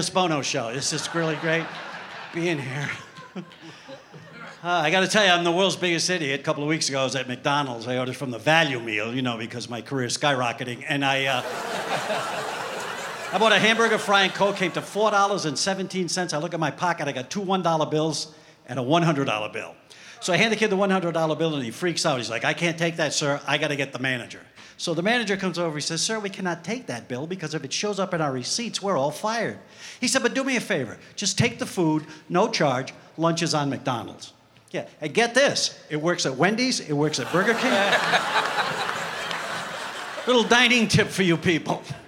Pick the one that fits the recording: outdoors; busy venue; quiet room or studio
busy venue